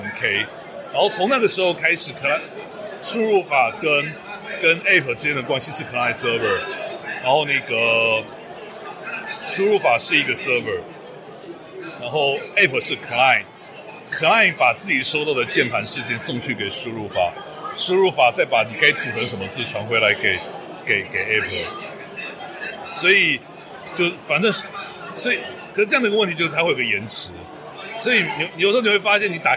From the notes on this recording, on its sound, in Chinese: 我們在活動現場。也是 weak self 首次「出外景」。有一小段切錯錄音模式了，所以聲音跑錯邊。